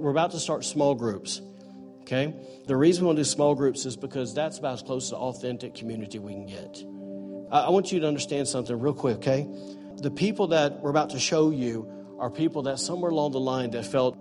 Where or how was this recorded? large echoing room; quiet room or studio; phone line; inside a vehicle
large echoing room